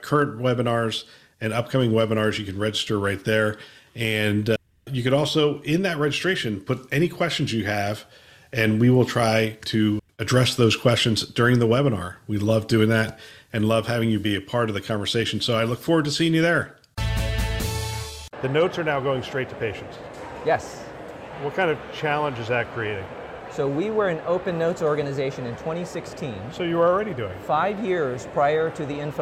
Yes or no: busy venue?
yes